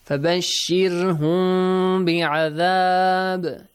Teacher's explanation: Ikhfa. That's easy. The lips do not touch one another.